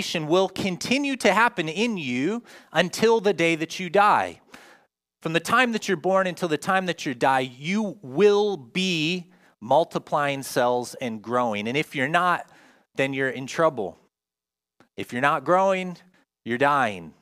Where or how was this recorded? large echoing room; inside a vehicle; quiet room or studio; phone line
large echoing room